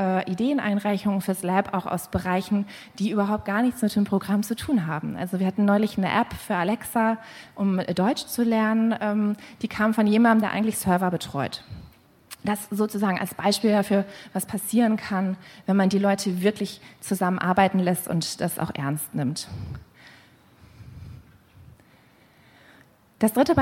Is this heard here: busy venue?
yes